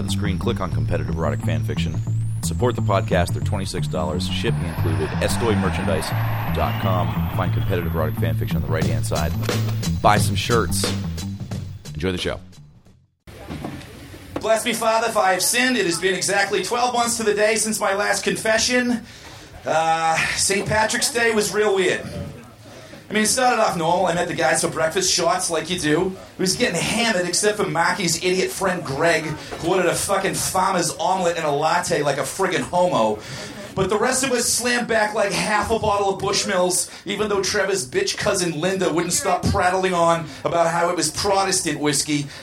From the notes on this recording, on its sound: Recorded Live at Union Hall in Brooklyn, March 21, 2015.